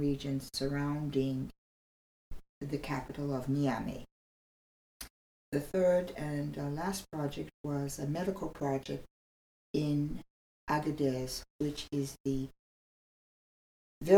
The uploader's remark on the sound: Bear with me as audio is bumpy - this is a previously recorded interview.